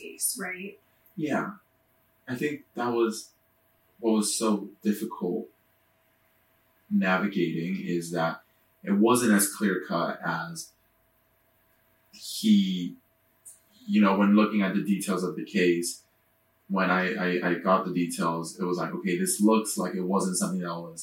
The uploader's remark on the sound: Unfortunately, the audio file for this episode got corrupted so we are forced to use our backup. Please excuse the poor audio quality. You will also notice we re-recorded certain parts to better reflect our feelings on the situation.